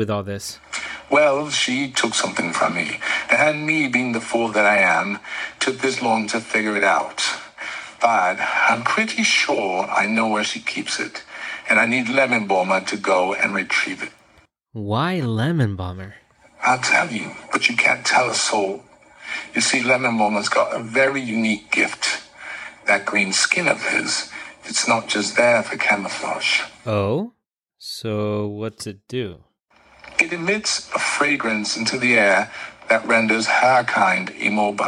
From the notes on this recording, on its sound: Intercepted Phone Call.